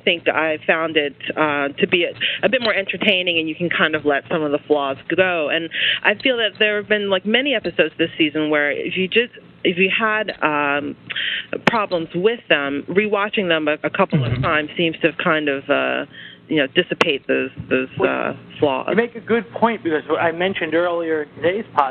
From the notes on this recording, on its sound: Live Roundtable Episode. With live listener feedback. Recorded live on the net via TalkShoe.